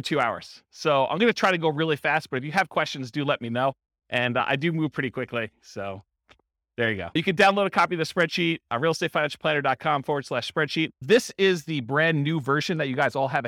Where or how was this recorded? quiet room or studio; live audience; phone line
live audience